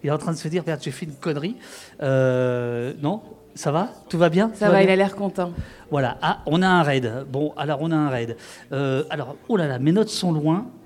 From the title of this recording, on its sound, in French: AuPoste en public